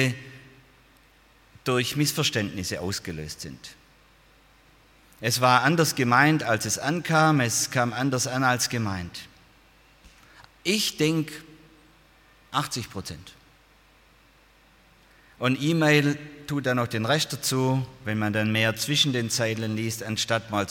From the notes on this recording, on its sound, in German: aus dem Gottesdienst der Liebenzeller Mission